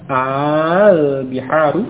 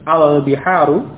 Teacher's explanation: bacanya juga panjang al biharu dengan intonasi istifham bertanya · Shown in: first take